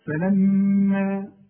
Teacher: لازم كل ميم في القرآن ما دام عليها الشدة قلناها بمقدار حركتين